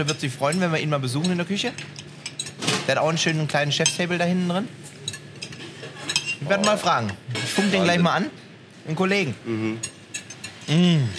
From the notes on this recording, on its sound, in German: Wir sind heute in einem der renommiertesten Fine Dining Restaurants aus Köln. IHR seid live bei der Gönnung in der Hansestube dabei. Hotel Excelsior und der Hansestube in Köln.